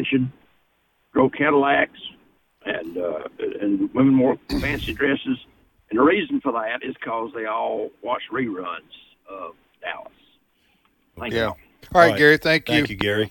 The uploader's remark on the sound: Take Phone Calls From Military Listeners